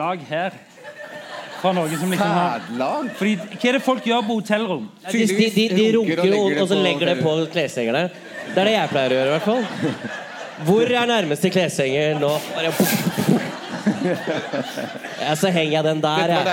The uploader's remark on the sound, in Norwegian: LivePod fra Vulkan Arena i Oslo! Juni hadde vi et LiveShow i selveste hovedstaden.